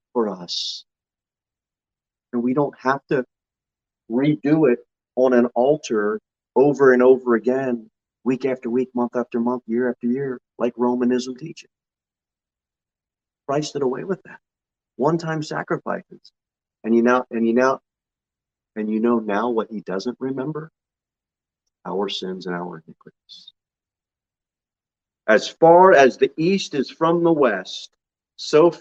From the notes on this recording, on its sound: Sermon delivered at Pilgrim Baptist Church on Sunday, July 31, 2022 at 11:15 am. Jere Whitson Rd. Pilgrim Baptist Church is a bible-believing, independent Baptist church.